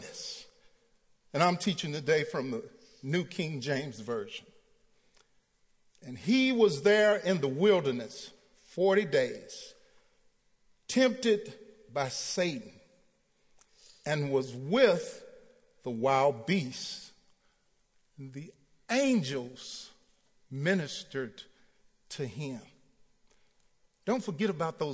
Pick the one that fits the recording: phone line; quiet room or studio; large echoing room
large echoing room